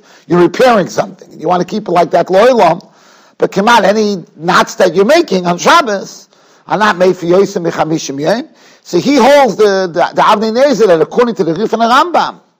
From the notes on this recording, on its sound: Shiur recorded in Yeshivas Ohr Reuven, Monsey, NY.